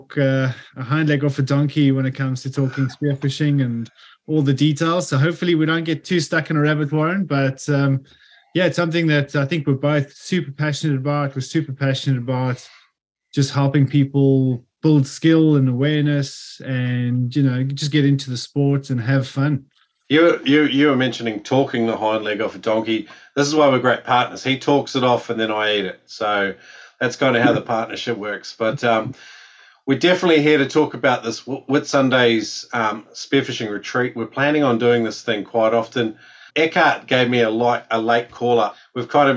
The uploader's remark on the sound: We had our info night for the upcoming Whitsundays Spearfishing Retreat with Noob Spearo and Salt Sessions! We invited a bunch of the Noob Spearo community to join us for a zoom call.